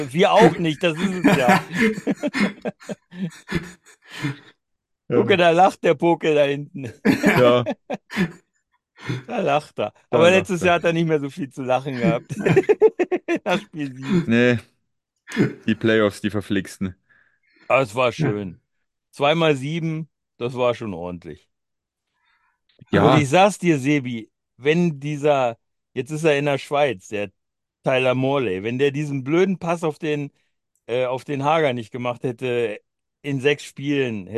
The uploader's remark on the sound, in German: Zur Weihnachtsfeier 2023 haben sich im Zoomcall zusammengefunden.